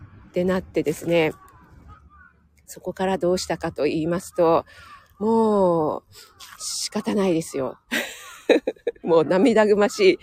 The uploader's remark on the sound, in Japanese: 野外ため、鼻水ズルズルすみません